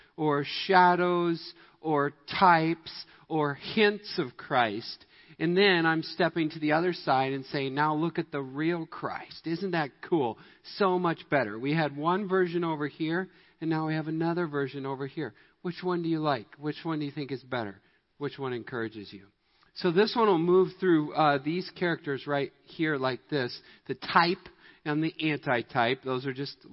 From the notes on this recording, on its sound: Midland Evangelical Free Church Sermon Audio